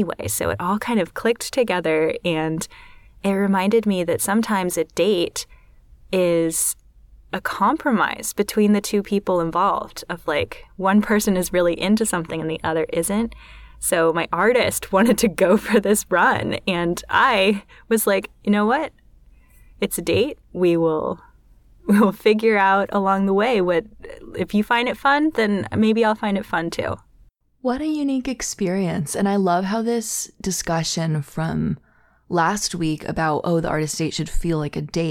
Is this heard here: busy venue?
no